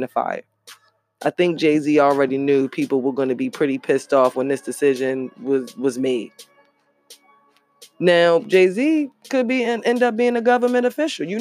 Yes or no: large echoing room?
no